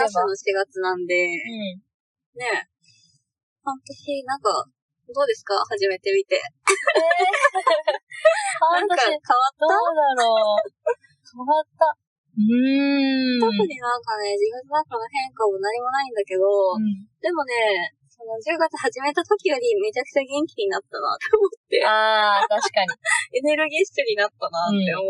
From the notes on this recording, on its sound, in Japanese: 初の対面収録！なぜか音がキンキンしていたり声が聞こえにくかったりと音質が最悪でございます！